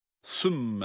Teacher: Sümme derken de sa harfi peltek, mim de şeddeli, dolayısıyla mimi tutuyoruz.